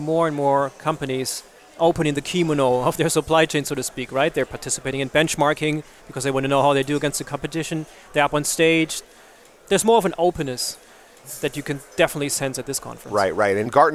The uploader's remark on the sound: A live recording from the Supply Chain Executive Conference in London.